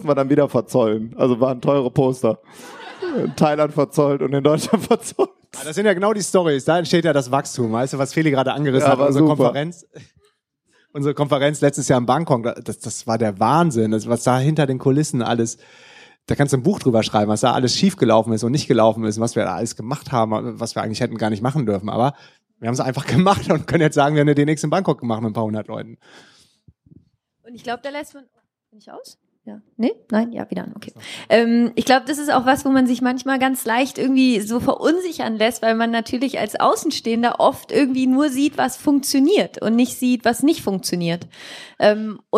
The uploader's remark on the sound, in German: Das sind die beliebtesten Interview Gäste der LIFE HACKZ Show zusammen in einem Panel. Im Rahmen der DNX 2017 haben wir das erste All Stars Panel mit. Aufgenommen zusammen mit 250 Leuten im Publikum. Fragen aus dem Publikum.